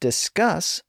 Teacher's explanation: discuss puts the stress on the final syllable